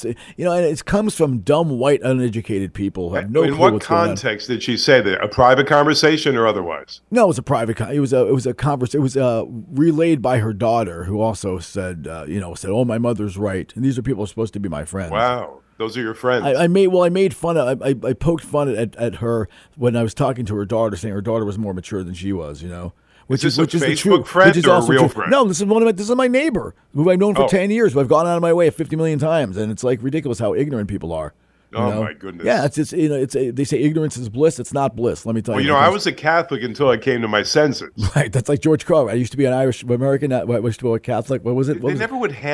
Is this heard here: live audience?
no